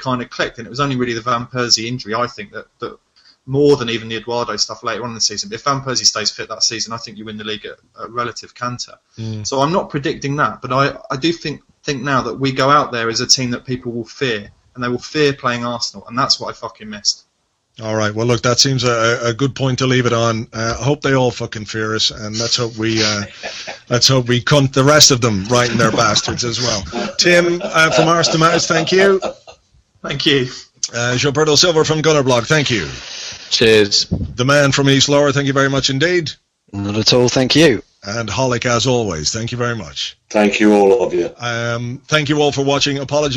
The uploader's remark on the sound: Live end of window hangout. Recorded live as a Google hangout.